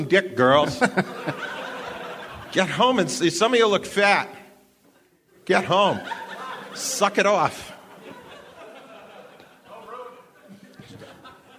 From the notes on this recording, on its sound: Live from Denver